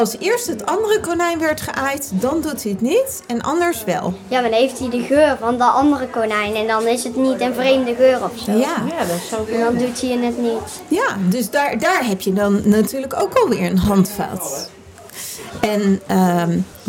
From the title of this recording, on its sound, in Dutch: Live vanaf Animal Event